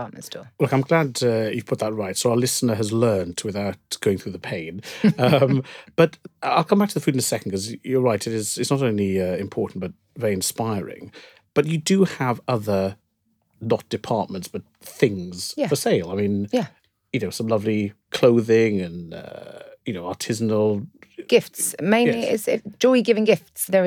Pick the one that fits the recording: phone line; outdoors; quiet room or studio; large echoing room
quiet room or studio